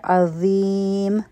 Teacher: مخرج د ذال په شان دی، لیکن دا غټ حرف دی او زمونږ ژبه به د برغاښونو د لاندې راځي. عظیم او دا مدی عارض لسکون دی.